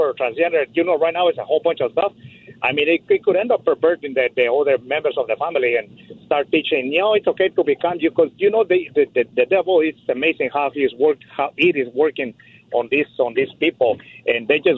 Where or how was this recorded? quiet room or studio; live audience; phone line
phone line